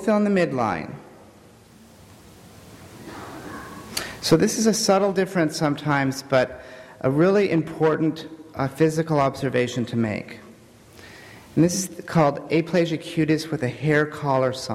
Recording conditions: live audience